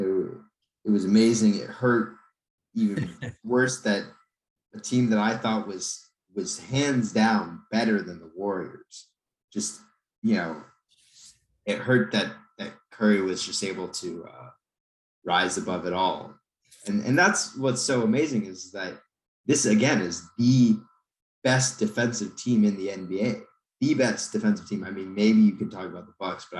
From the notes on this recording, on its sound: Over zoom. Before we were rudely cut off by Zoom.